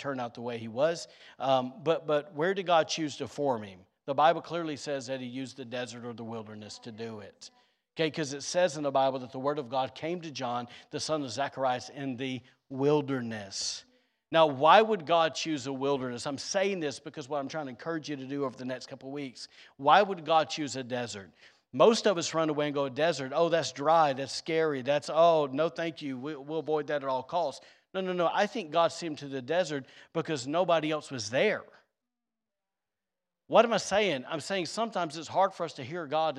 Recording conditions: large echoing room